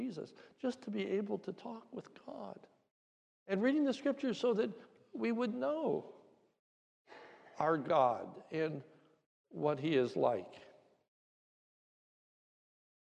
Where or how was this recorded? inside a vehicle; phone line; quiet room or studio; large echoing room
large echoing room